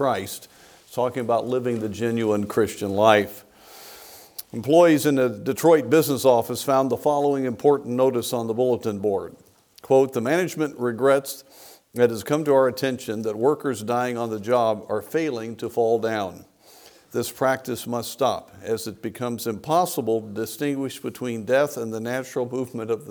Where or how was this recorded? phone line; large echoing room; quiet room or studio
large echoing room